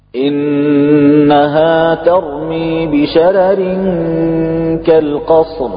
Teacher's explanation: يرقق أهل الأداء عن ورش الراء الأولى من قوله تعالى إنها ترمي بشرر · Term: ترقيق